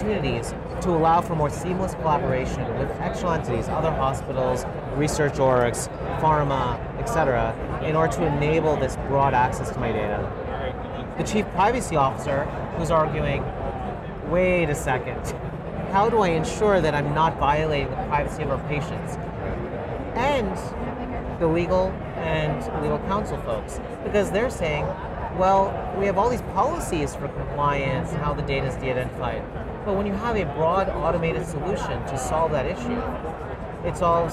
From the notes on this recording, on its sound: an Interview in Action live from HLTH '22